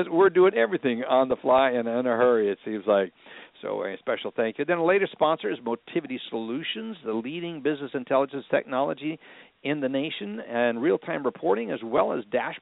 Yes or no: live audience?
no